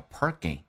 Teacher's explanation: park 跟 in 可以有一个连叫 parking